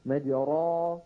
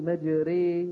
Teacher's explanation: هذه الراء مفتوحة وأميلت نحو الكسرة، فبهذه الإمالة رققت · Shown in: second take · ولولا الإمالة لقلنا بسم الله مجراها ومرساها مجرا بالتفخيم، لكن من أجل الإمالة نقول مجري بالترتيب.